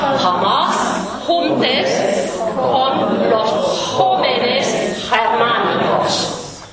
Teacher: The J, the jota, is the equivalent of H. And also the G here is the equivalent of H.